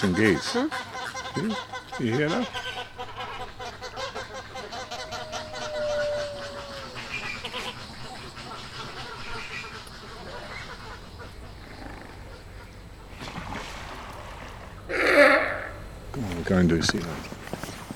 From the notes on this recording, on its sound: Captures a stunning soundscape: the sounds from Dublin Zoo at night. Most spectacular, the wolves; most endearing, the snuffling elephants. (A short Irish radio documentary from RTE Radio Ireland).